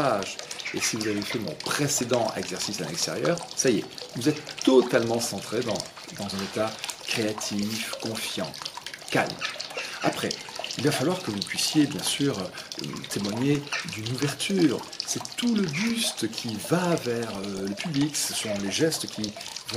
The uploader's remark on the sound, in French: Nouvelle séquence du media trainer enregistrée dans mon jardin.